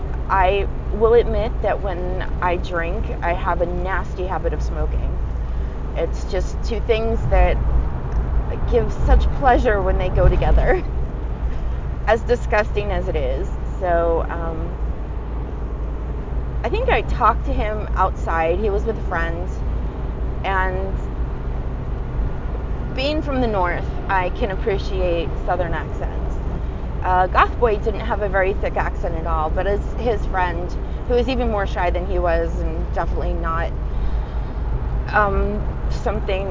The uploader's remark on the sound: Apologies for the background noise, I was driving.